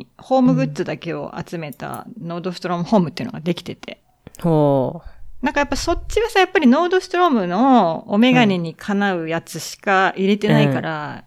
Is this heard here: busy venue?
no